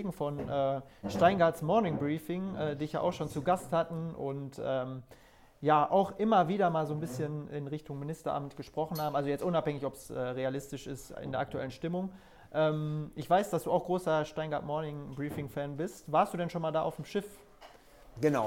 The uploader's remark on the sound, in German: Folge von "kommunal konkret" wurde erstmals als Livetalk mit Publikum in der Gaststätte Lerchs aufgezeichnet.